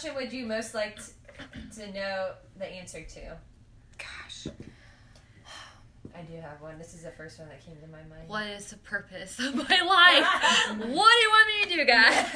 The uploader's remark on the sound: We were having a few audio difficulties, please hang in there as we are self-taught and growing into our roles.